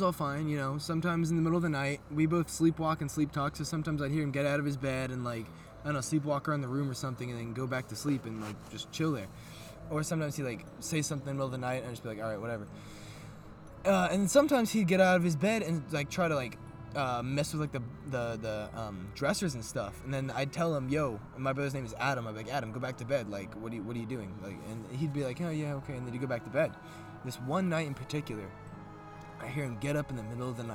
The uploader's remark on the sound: recorded at an abandoned water aqueduct in the middle of the forest